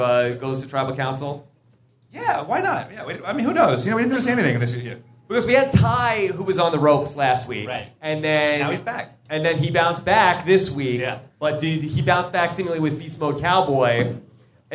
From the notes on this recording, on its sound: LIVE From the Hollywood Improv. Answer audience questions with special Survivor guests.